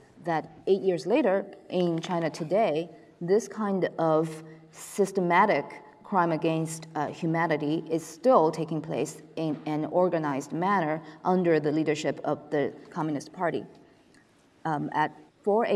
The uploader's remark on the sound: Public lecture. Sponsored and organized by the Witherspoon Institute, the lecture is co-sponsored by the James Madison Program in American Ideals and Institutions at Princeton University.